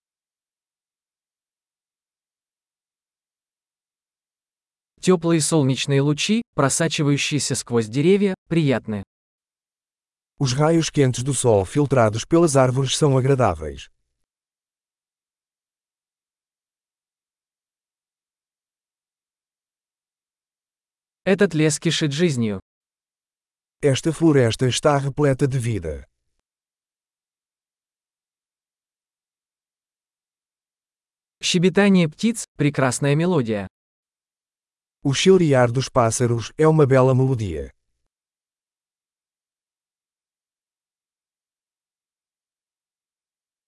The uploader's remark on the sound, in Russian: Шум журчания ручья оказывает лечебное воздействие.